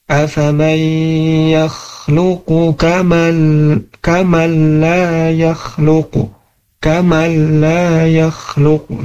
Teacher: Nah, ini dinamakan juga dengan ilghom bila gunnah, memasukkan huruf nun ke huruf lam tanpa disertai dengan gunnah